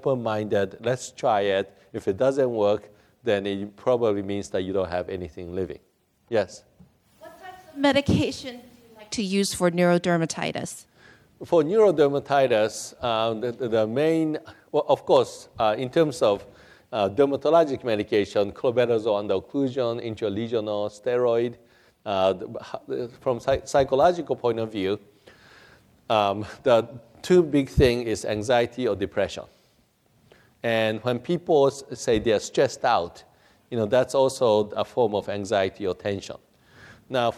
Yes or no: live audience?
yes